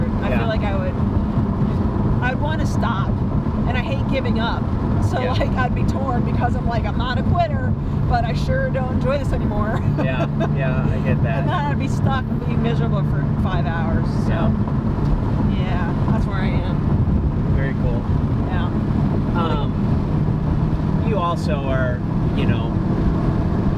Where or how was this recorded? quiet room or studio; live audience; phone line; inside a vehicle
inside a vehicle